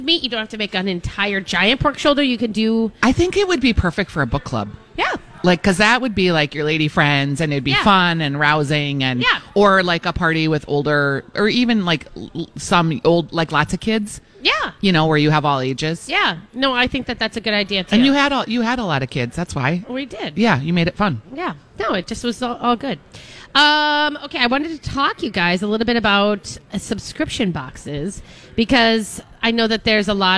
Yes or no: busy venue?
yes